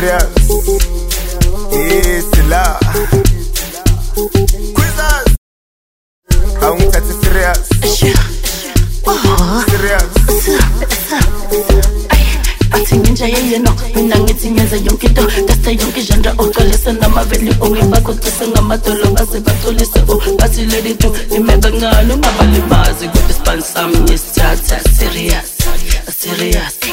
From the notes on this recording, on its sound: LIVE AUDIO RECORDING DJ SET